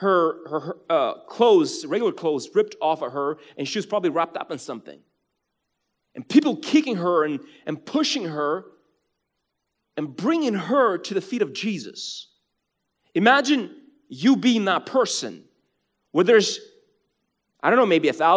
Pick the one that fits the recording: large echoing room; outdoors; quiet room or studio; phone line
large echoing room